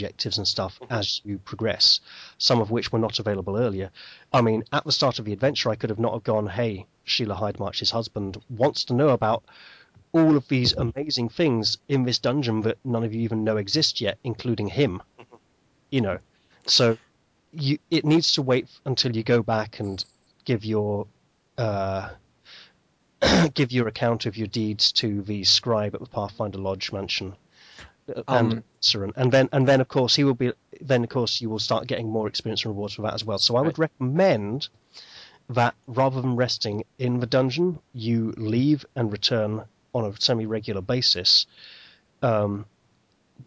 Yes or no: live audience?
no